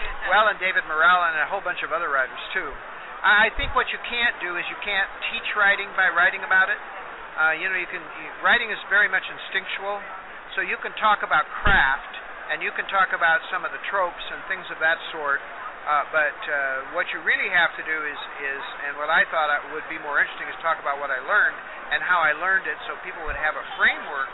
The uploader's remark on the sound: We talked LIVE from Phoenix ComiCon